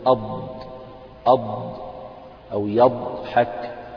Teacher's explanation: فاحنا بنيجي عند جانب اللسان الجزء اللي هو بعيد الوسط يعني بعد الوسط بقليل من جانب اللسان ونخليه يلامس الأضراس العليا إما في الجهة اليمين أو في الجهة اليسار · Term: الضاد